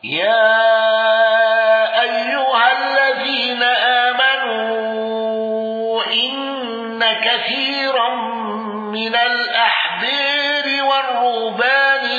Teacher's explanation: أبو عمرو بتوسط المنفصل وإمالة الأحبار